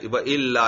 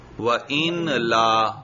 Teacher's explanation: اور پھر نون کو بھی لام کر کے لام میں ادغام کیا · Shown in: first take · کیونکہ نون ساکن یرملونا سے پہلے آ جائے تو اس کو بھی اس حرف کی جنس سے بدل کر ادغام کرتے ہیں.